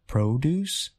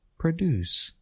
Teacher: in the noun produce, the stress is on the first syllable of the word · Shown in: first take